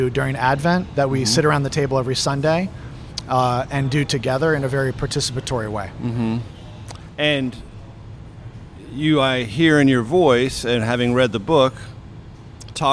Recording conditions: busy venue